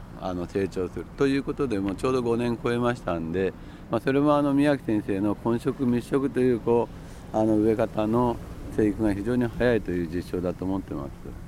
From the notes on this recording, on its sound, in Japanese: 今回取材した神奈川県平塚製造所の「千年の杜」。その森を歩きながら。